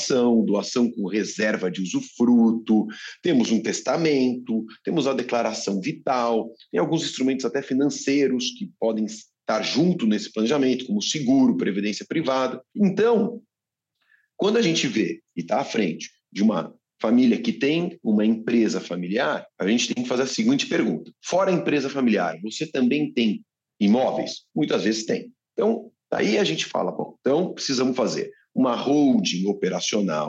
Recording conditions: video call